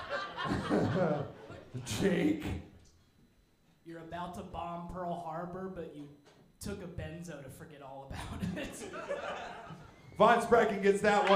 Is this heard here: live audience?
yes